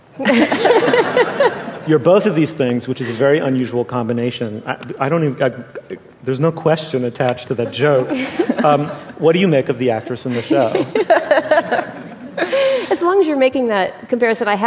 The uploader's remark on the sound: The Slate Culture Gabfest Live in Los Angeles.